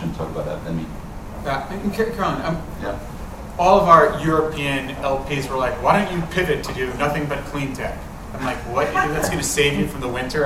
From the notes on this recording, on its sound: Part I of the VC Panel at the 7BC Venture Capital San Francisco event Nov 14, 2023